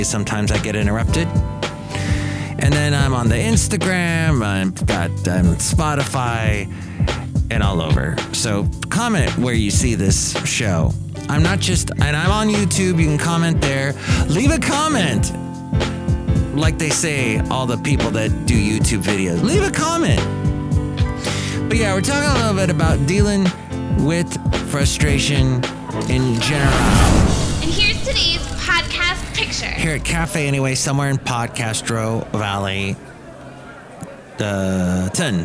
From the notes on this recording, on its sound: podcasts live from Cafe Anyway